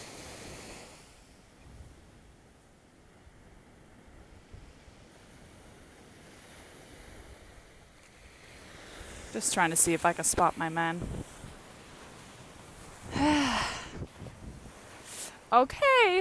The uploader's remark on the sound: Live from the beach in Bali.